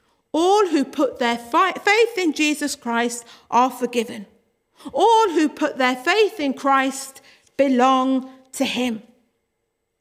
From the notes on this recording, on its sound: Worship from Morley Salvation Army, originally broadcast live in June 2021.